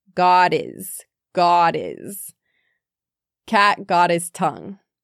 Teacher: his sounds like is or diz when it's preceded by a consonant